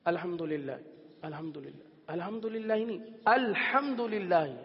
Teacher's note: حمزہ کی تحقیق، حمزہ شدت کے ساتھ ادا ہوتا ہے